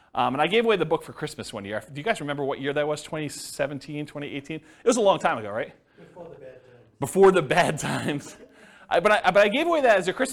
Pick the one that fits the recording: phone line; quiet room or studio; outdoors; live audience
live audience